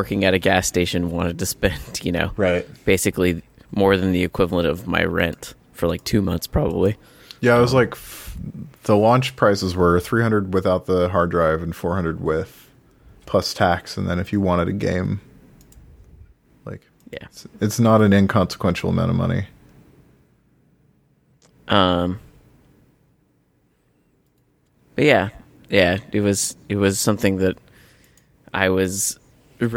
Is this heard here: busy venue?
no